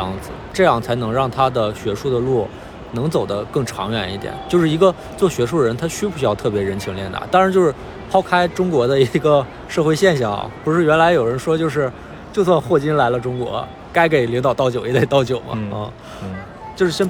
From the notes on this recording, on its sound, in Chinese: 本期录制于亚运会期间的萧山机场